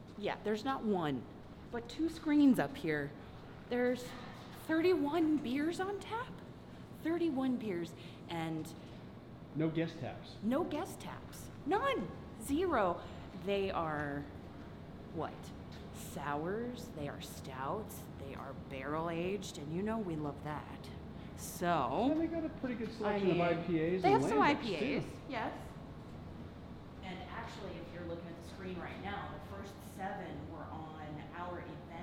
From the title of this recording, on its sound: Instagram Live from Orpheus Brewing